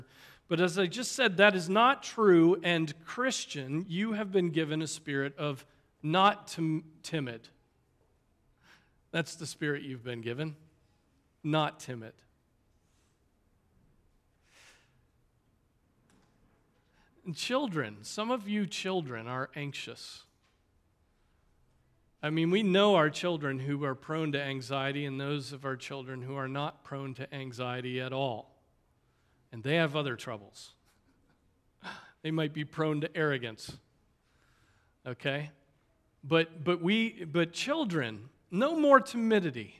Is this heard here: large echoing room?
yes